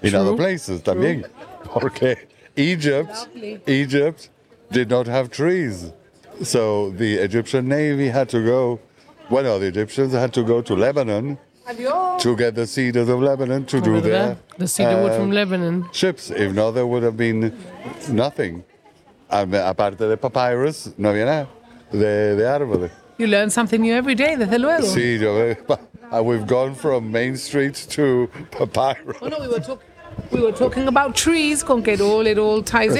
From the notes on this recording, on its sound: Live from Main Street and sitting on a nice bench under a tree. A normal afternoon downtown.